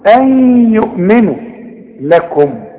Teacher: ادغام بغنة. نون بعدها ياء اغن، اوعى تنسى الغنة